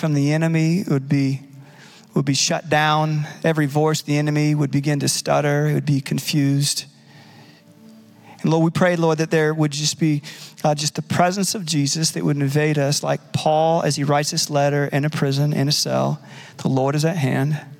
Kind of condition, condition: setting, large echoing room